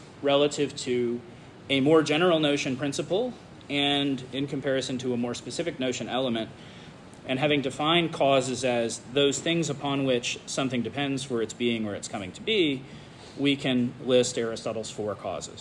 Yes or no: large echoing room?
yes